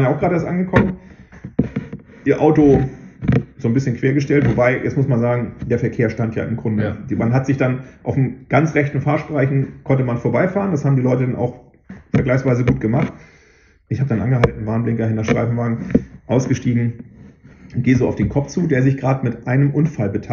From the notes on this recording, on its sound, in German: Sorry für den Sound. Irgendwas ist schiefer gelaufen als sonst. Beim testen hörte es sich nicht so an, wie am Ende.